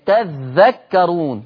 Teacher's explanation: تذكرون بالتاء يبقى بيشدد الذال